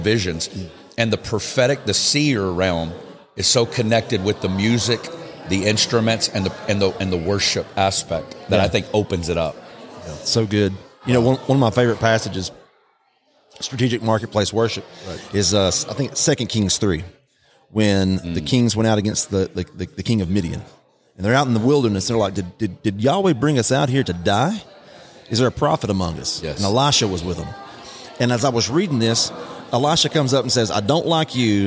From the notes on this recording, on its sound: Live from Vegas. This podcast was recorded live at The Altar Conference in Las Vegas, NV.